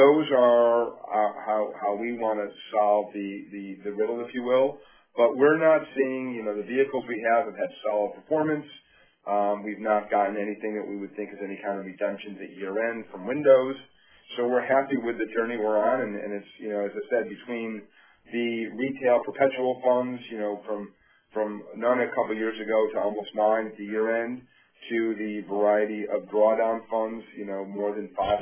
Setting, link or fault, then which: link, phone line